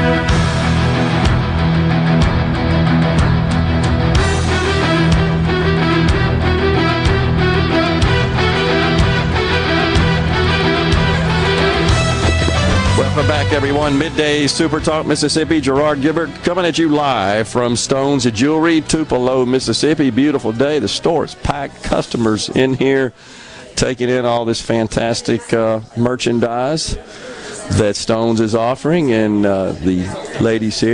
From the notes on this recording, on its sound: LIVE from Stone's Jewelry in Tupelo